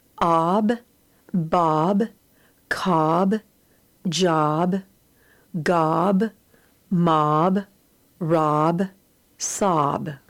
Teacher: the short O, which is pronounced ah